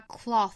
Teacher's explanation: 看到 th 舌头就要伸出来，那去摩擦上排牙齿，那这里是一个清辅音